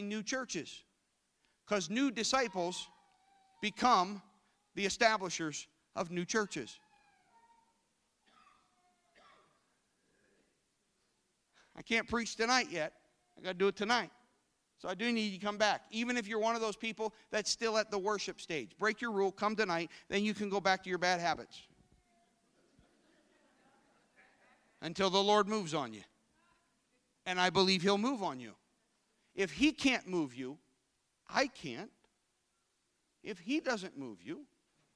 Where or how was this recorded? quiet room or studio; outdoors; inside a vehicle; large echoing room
large echoing room